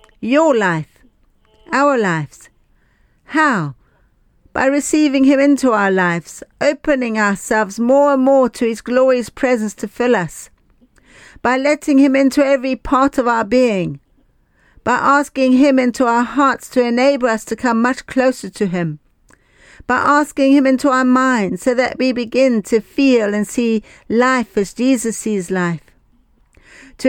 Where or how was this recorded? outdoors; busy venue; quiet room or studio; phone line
phone line